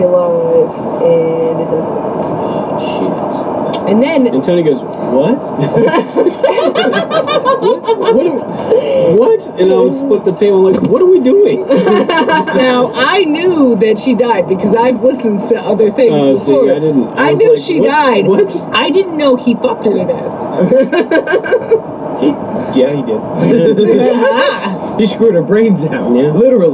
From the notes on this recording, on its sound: we had some technical difficulties and this episode is not the best